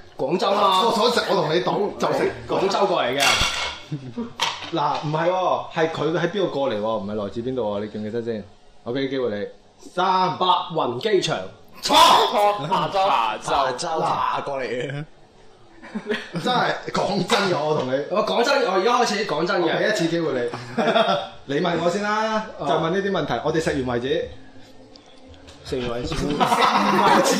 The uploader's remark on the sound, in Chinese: 7.11 SooFM线下活动正式启动。7个小矮人一起录节目玩游戏很过瘾哦。大家也在欢笑声中渡过了有一个愉快的下午。我地用声音还原热闹欢乐的活动现场。